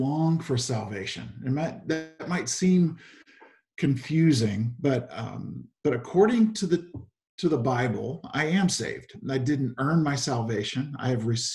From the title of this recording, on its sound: Zoom Sunday